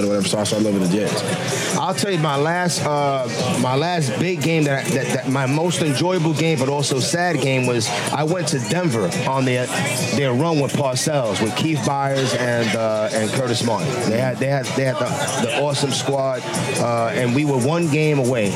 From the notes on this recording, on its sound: Live from #TureNorthMIA in the Wynwood section of Miami, Fl for Super Bowl 54